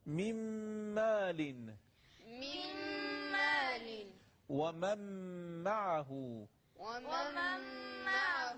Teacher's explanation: برای میم، من مال و من معه قرار مکین میشه، میم مال و من معه قرار مکین، نون ساکنمون حذف میشه، حرف بعدیمون که میم هست مشدد میشه · Term: ادغام